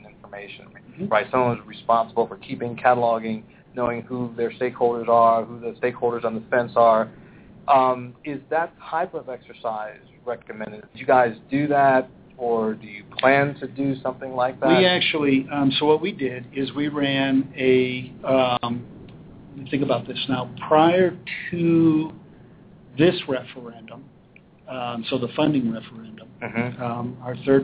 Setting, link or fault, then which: setting, busy venue